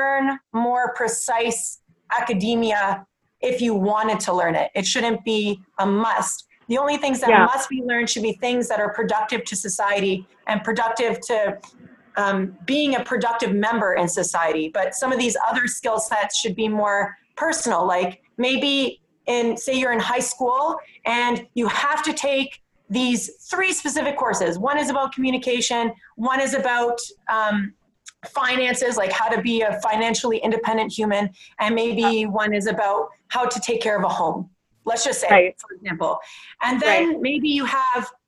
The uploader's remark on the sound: Our Day Off (ZOOM-edition)